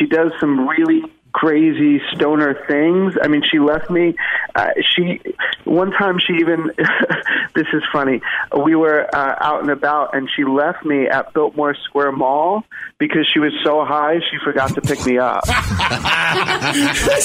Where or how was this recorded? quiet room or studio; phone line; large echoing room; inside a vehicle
phone line